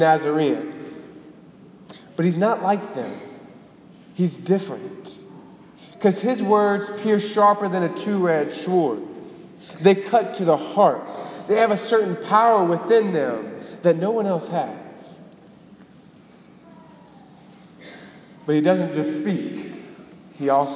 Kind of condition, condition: setting, large echoing room